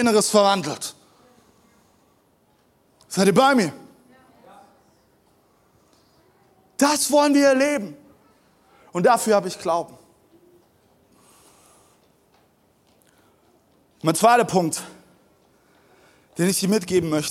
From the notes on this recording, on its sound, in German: Zeal Church Dresden. Audiomitschnitt der Predigt. Im Kurländer Palais in Dresden.